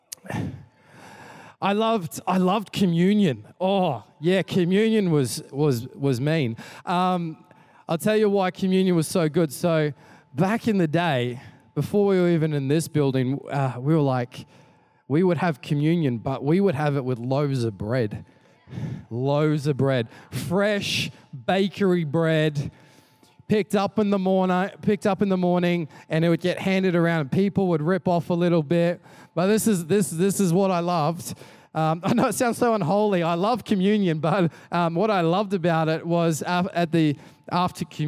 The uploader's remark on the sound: Recorded during our 5pm service on Sunday